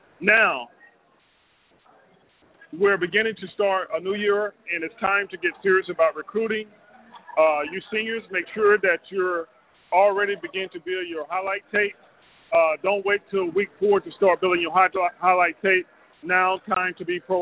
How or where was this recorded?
busy venue